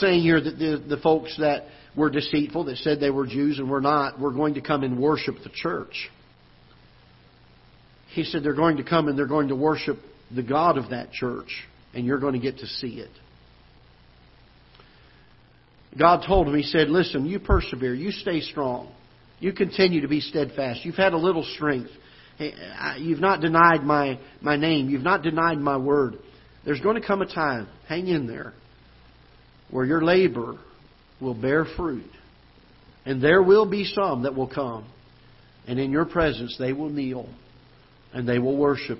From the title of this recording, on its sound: Ketha Heights Baptist Church ~ Live Broadcast